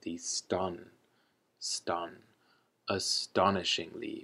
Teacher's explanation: our last word is astonishingly, astonishingly, with the emphasis on the second syllable, the ston, ston, astonishingly, which is also an adverb.